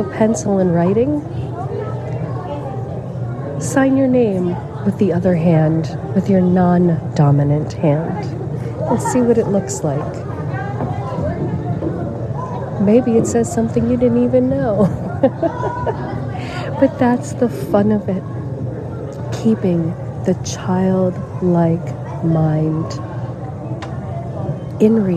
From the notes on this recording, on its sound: LIVE from the Museums of Philadelphia. At the Museums in Philadelphia, Pennsylvania, USA. This is a special on location Walk and Talk of our Mindfulness Summer Tour 2022.